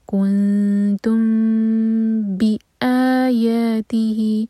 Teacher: میم کی آواز کو چھپائیں گے، اس طرح کی ہوٹوں کو بس ہلکے سے بند کریں گے